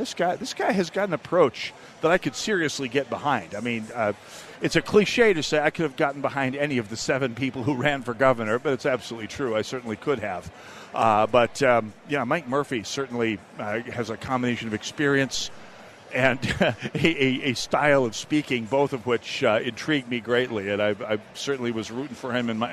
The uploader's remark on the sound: Live From The GOP Convention